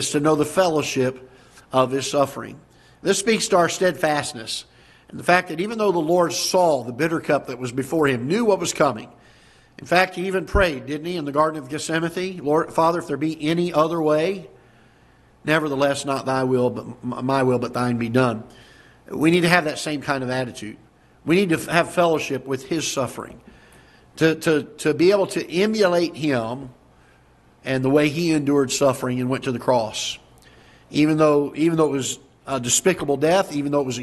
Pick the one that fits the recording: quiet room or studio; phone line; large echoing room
large echoing room